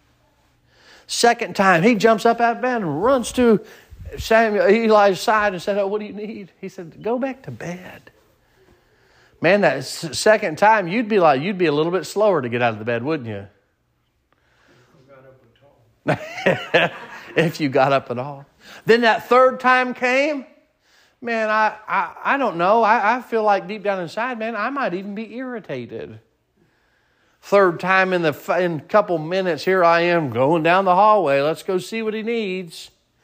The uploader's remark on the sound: Sermon preached at Mid County Baptist Church